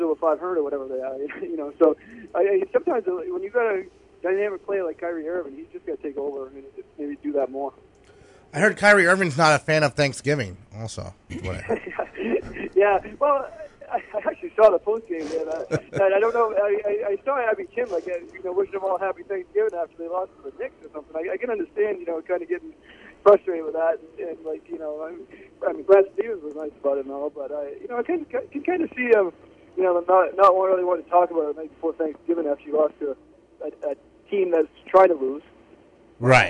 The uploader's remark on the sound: joined on the phone